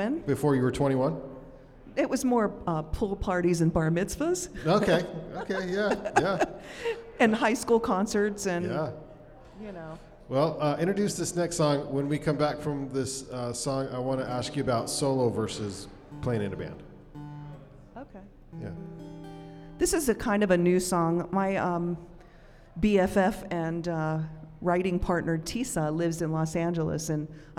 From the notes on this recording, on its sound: Recorded LIVE in front of a studio audience inside the Monarch Building in the heart of Ogden's Nine Rails Arts District.